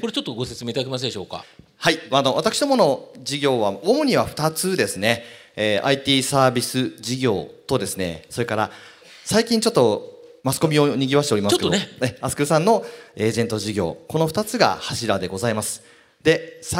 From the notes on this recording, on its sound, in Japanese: 2019年7月28日、東京・東銀座の時事通信ホールで行われた「ラジオNIKKEI 相場の福の神 注目企業ＩＲセミナー」